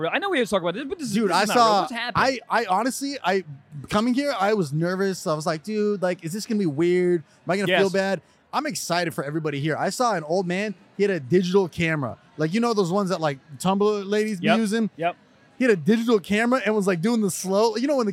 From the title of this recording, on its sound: Live From The AVNS